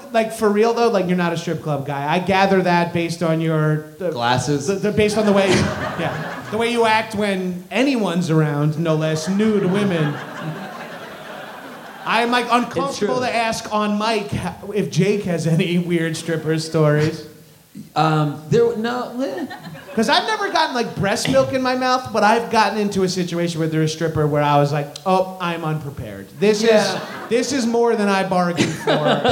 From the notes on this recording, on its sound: Live in Montreal! Live at Just For Laughs comedy festival in Montreal!